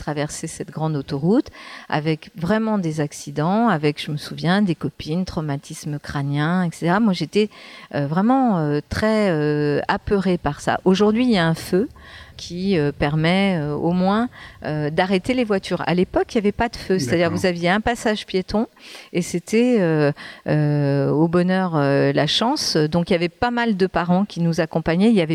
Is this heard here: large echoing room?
no